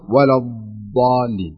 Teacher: أهم شيء اللسان لا يخرج من الأسنان، ويكون هناك شيء من الاستطالة. الاستطالة المقصود فيها أن يمتد اللسان على الأضراس، يمتد اللسان على الأضراس ويكون مشدود لأنه حرف استعلاء.